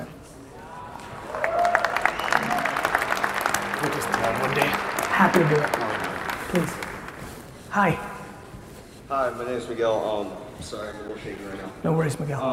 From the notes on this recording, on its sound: Todays episode is at a keynote that I gave in El Paso, Texas